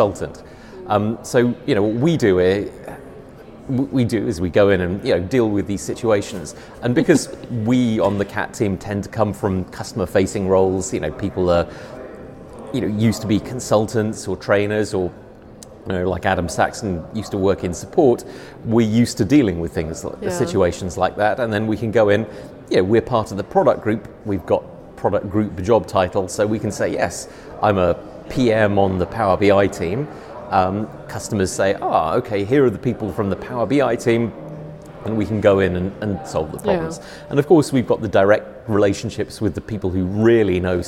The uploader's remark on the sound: Recorded at DataMinds Connect in Belgium.